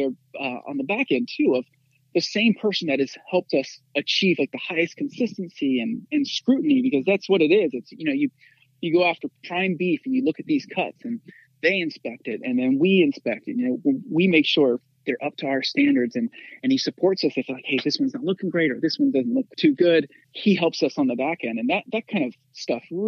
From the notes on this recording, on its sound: We hopped on the phone.